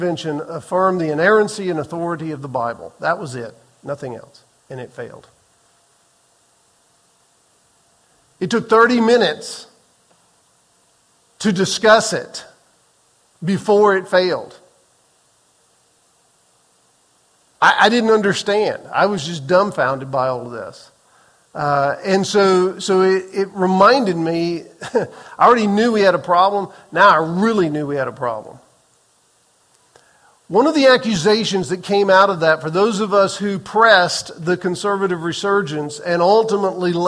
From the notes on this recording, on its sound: Recorded on April 30, 2023 in the 8:15 am Worship Service